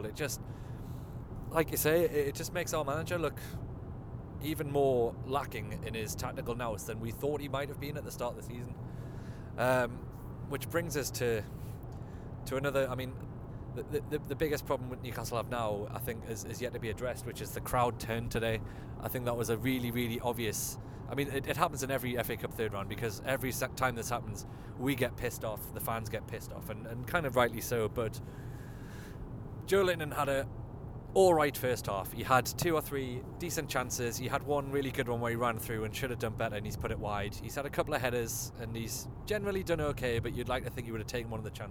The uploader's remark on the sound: in the car straight from the ground